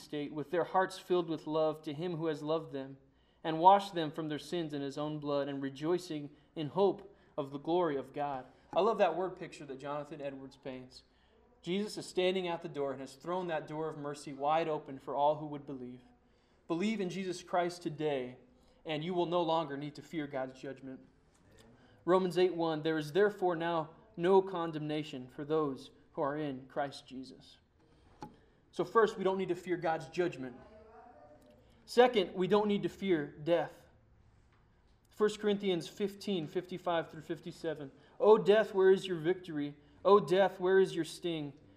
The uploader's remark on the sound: Sermon preached on Sunday, December 6, 2009 at Church of the Good Shepherd in Glendora